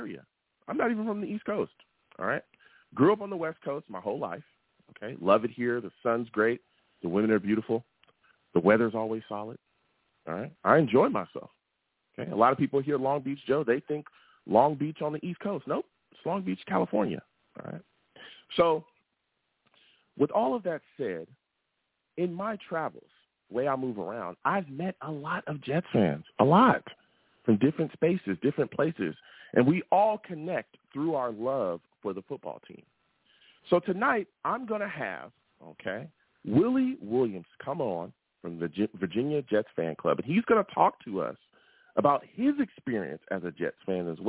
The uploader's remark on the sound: I take live callers!